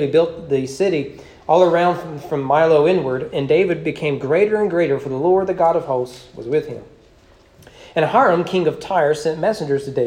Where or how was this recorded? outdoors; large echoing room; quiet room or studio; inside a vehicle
large echoing room